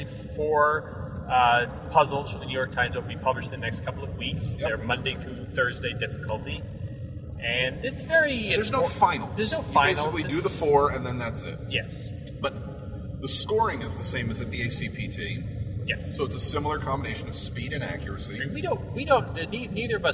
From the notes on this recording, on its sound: We might sound a little like our heads are in a toilet, but we promise, it’s just a Honda Fit.